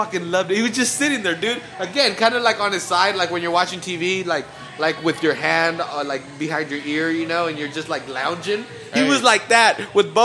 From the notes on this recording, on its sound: We also play some sound clips we recorded at the Fire and Ice party hosted by Jack Daniels at 201 Main. Some really great sounds of a bunch of people partying in downtown Salinas.